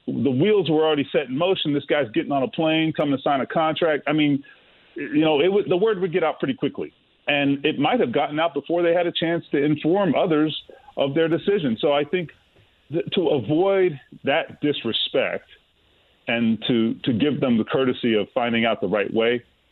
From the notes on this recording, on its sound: opens the phone lines to take some calls from listeners